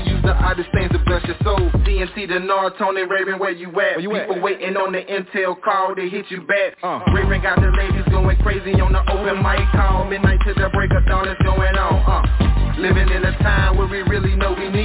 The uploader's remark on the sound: TNTSuperfantastic Conference Call